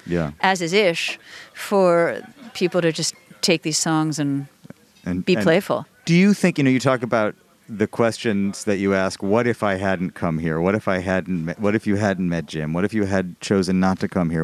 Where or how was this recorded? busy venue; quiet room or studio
busy venue